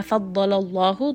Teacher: ضاد is going to be heavy لام is light the name of Allah is heavy so quickly switch heavy light heavy